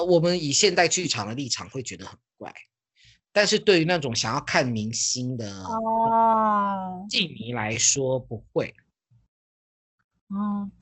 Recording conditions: video call